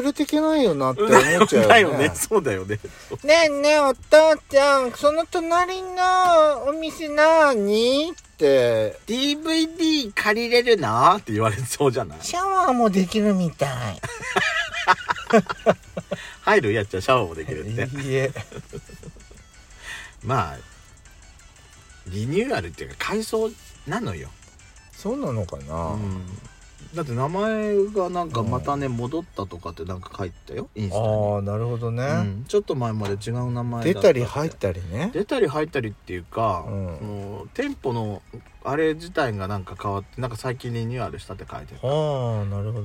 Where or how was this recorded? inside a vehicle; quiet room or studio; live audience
inside a vehicle